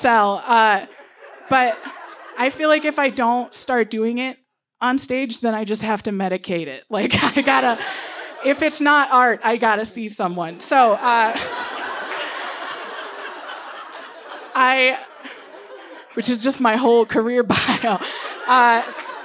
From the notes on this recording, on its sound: She told this story live at Buntport Theater on 15 January 2020.